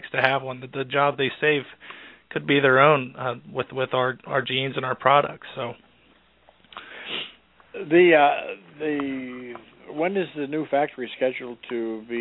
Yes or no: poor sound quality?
no